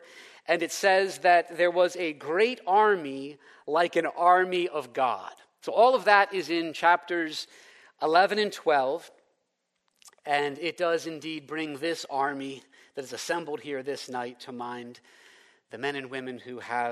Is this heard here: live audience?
yes